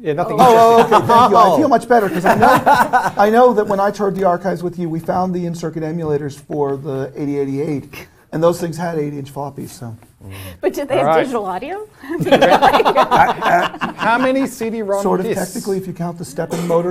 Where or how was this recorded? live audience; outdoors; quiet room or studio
live audience